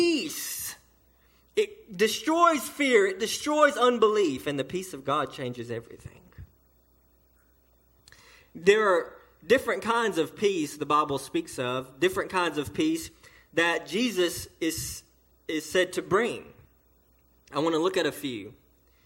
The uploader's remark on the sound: delivered to Cottondale Baptist Church in Eastman, GA on 3/25/18 during the 11:00am service